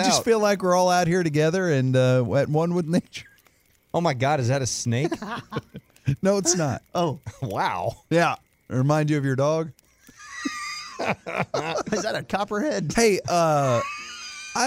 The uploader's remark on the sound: went outside for another sports campfire